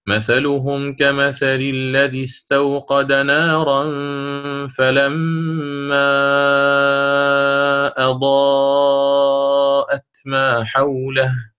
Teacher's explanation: يقرأ على الإشباع في المد المنفصل والمد المتصل